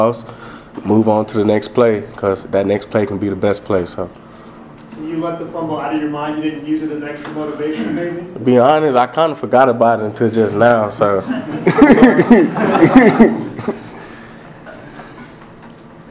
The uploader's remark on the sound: USU Football Post-Game Press Conference vs Colorado St.